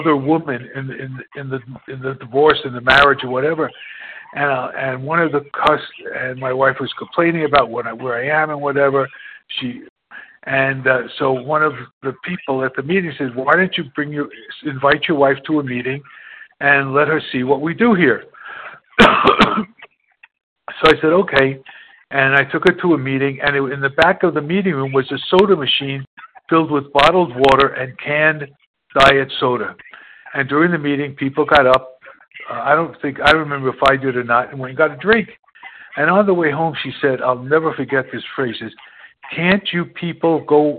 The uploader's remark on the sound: 100 Pounders Phone Meeting